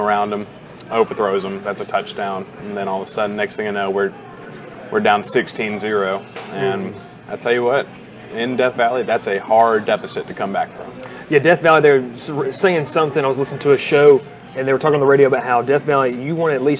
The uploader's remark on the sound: Live from Moe's BBQ in Rome, GA